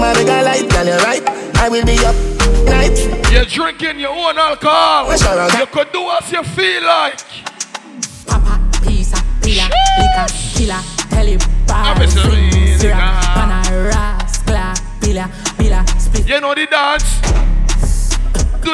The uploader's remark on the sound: LIVE IN CLUB ENVY